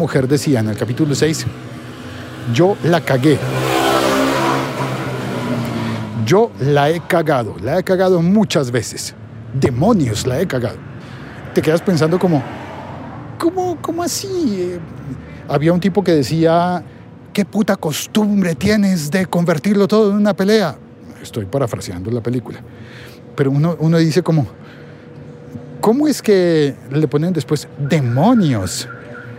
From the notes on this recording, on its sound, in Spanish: Grabado desde las calles de Bogotá.